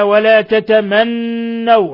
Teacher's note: حرف غن مشدد يغن مقدار حركتين